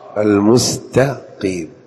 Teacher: المستقيم بالقاف من أقصى الحلق، ما يقول المستقيم، مستقيم ما في شيء اسمه مستقيم في اللغة العربية.